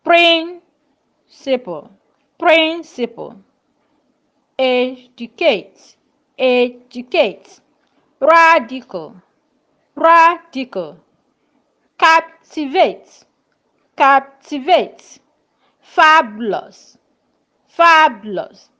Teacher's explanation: You can hear that the first syllable always goes up higher and louder and equally longer to show the stress.